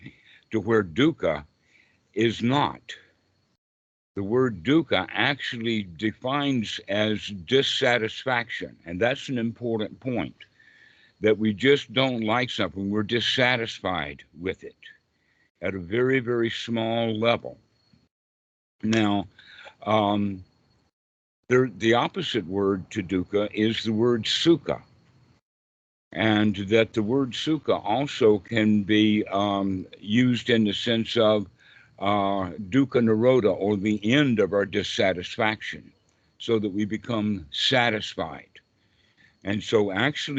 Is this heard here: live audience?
no